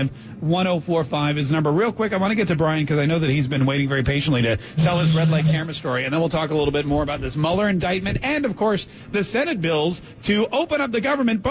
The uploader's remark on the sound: Live on Location at MAIN EVENT!